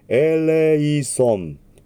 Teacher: 。R と確実に区別をつけてください。キリという音に対してエレという音になります。そしてその次のソンですが、母音に挟まれた S の音は少し濁るという法則がありますが、それをやりすぎるとエレイゾンになりますので、そこまでやらなくていいと思います。ただ完全な正音のソンではない。少し強く息が出るためにソンという音がちょっとゾンに近く聞こえる